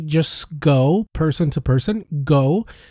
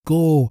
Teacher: it's just a flat O. It's not a diphthong, it's more a monothong. · Shown in: second take · A monothong is just one vowel.